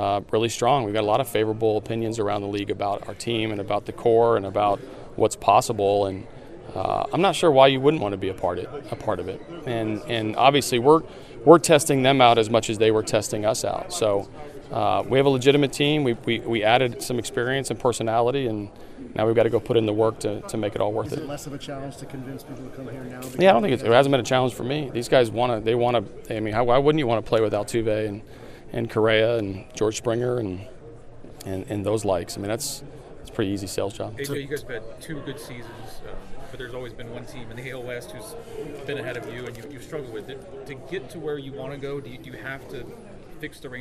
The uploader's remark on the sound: Chats with the media during the Houston Astros annual luncheon.